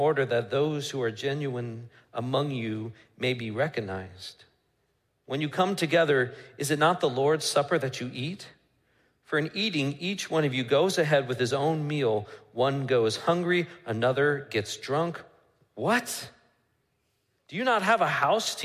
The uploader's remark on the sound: Midland Evangelical Free Church Sermon Audio